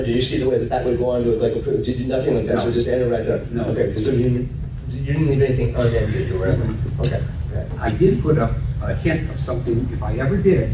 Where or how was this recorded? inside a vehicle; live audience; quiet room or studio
live audience